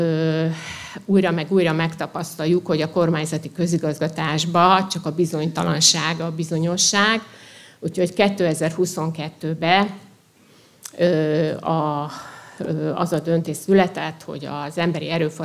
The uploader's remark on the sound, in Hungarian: Előadása a SZOSZAK konferencián. Országos Szociális Szakmai Konferencia” első napján hangzott el, Zalakaroson.